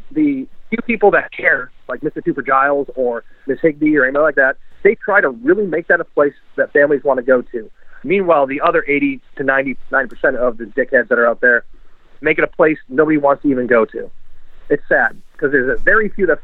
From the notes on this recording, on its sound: phones in to the pod